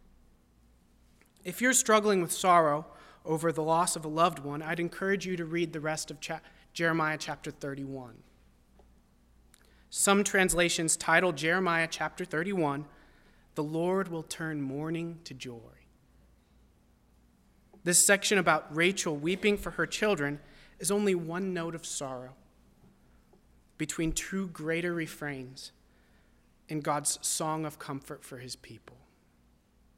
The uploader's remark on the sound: at First Baptist Church in Delphi, Indiana.